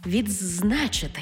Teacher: У слові «відзначити» «ди» переходить у «дз»